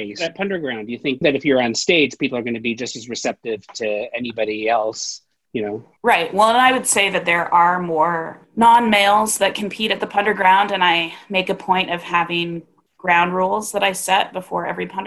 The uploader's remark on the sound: Our First Full Panel Zoom Episode!